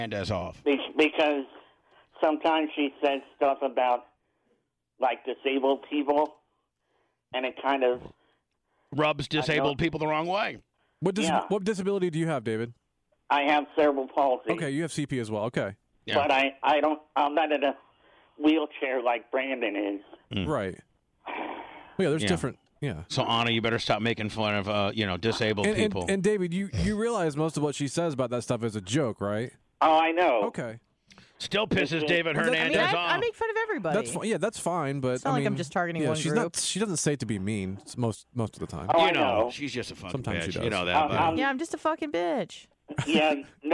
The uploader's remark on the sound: takes some phone calls during the show!